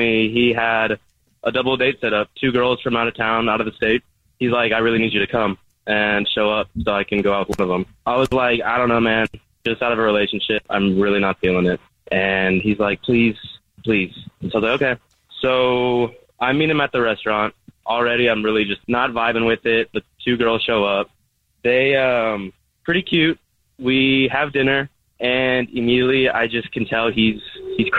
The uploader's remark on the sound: The man on the phone